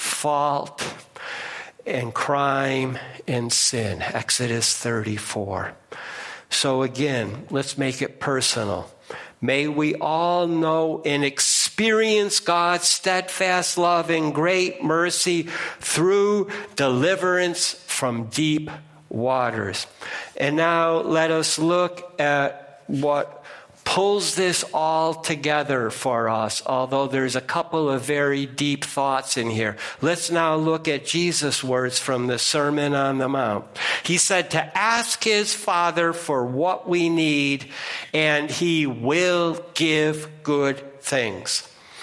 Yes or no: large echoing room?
yes